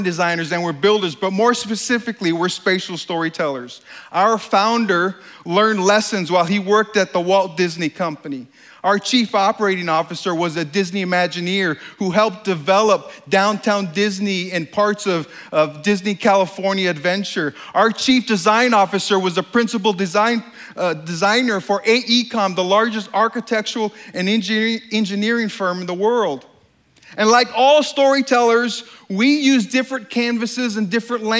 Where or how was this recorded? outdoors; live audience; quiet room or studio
live audience